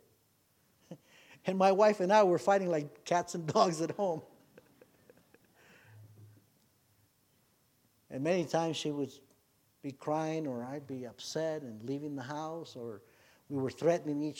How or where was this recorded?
large echoing room